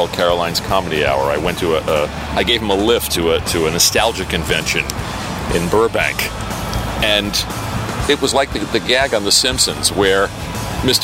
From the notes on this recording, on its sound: the walking and talking podcast